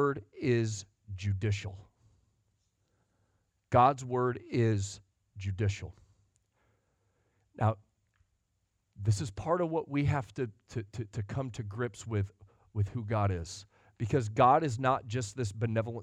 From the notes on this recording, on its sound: Sunday Morning Sermon Audio